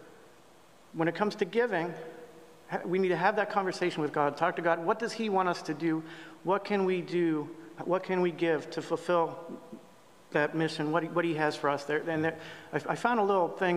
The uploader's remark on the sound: At Pender UMC Traditional Worship on Sunday, September 24, 2023